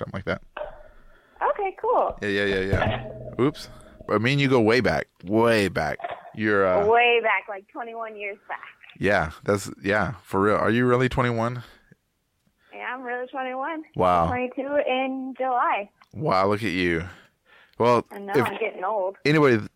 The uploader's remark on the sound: I didn’t have time to drive half way across Texas to record with him today. While on the phone.